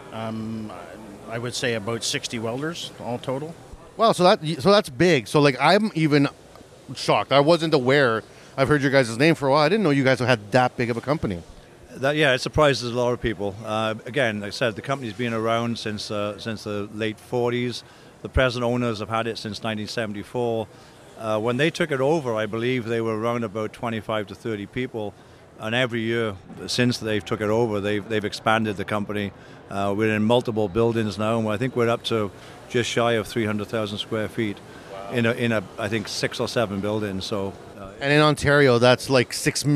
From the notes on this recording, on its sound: At this years CanWeld 2022, the CWB Association had the privilege to partner with Fabtech Canada in Toronto, Canada. We are bringing you special episodes recorded “live” on the show floor. Walked the show floor talking with the sponsors and vendors.